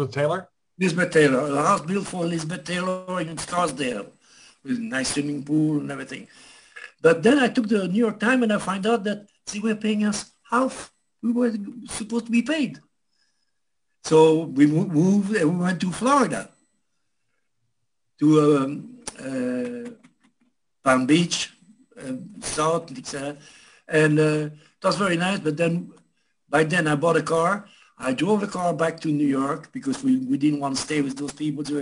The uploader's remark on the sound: The Zoom Show is more of a gathering of old friends and stories.